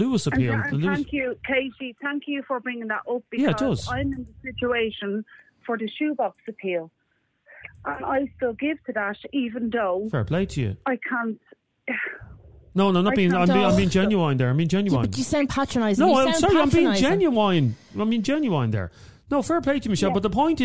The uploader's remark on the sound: A woman phoned